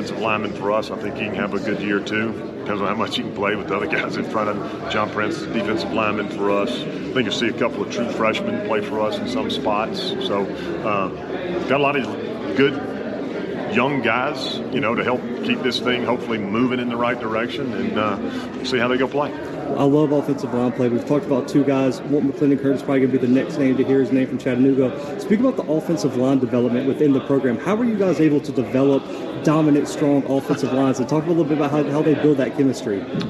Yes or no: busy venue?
yes